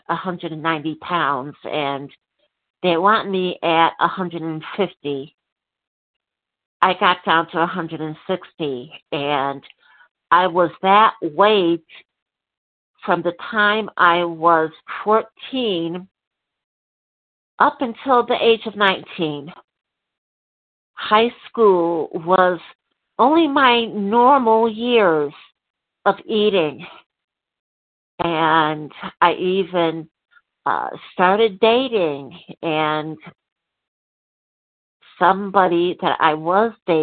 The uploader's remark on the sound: from the 100 Pounders Phone Meeting